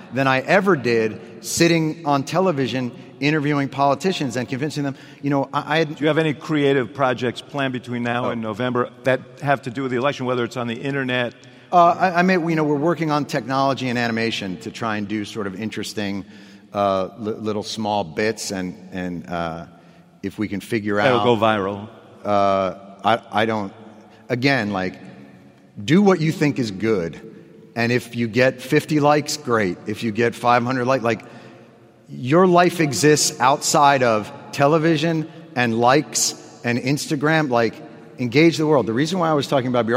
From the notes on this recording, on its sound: In Rockefeller Chapel at the University of Chicago.